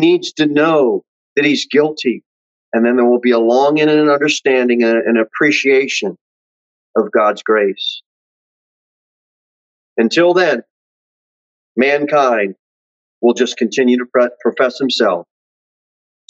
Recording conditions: large echoing room